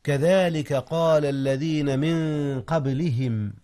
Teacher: أخفي نون في من قبل القاف، والقاف من أحرف الإخفاء. كذلك قال الذين من قبلهم.